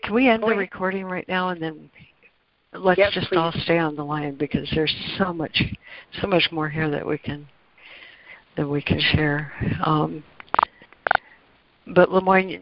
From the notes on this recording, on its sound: ACIM Daily Conference Call